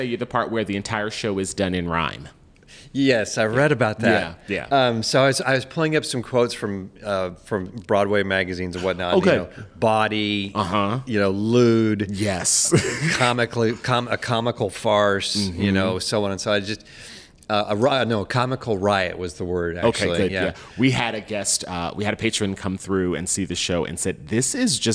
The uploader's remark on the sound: Recorded December 8, 2022 in the Playhouse café at Playhouse on the Square, in Memphis, Tennessee.